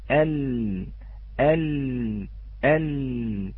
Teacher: عندما ننطق بترقيق اللام علينا باستخدام مستدق اللسان فقط